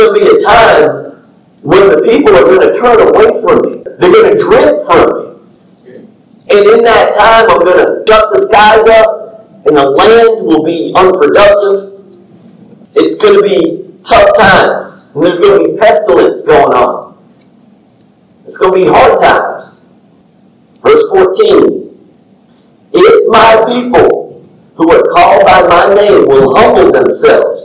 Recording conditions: poor sound quality